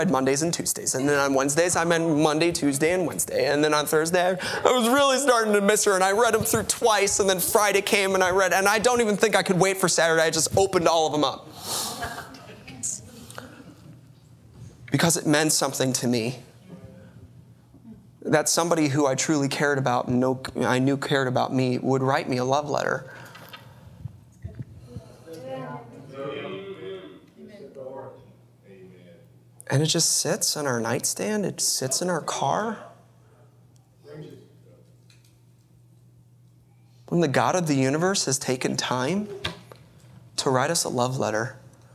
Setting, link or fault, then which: setting, large echoing room